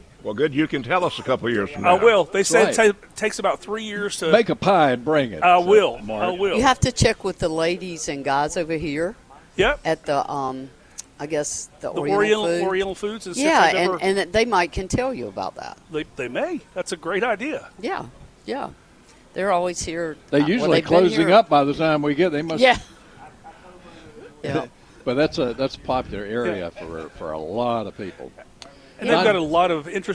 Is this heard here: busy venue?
yes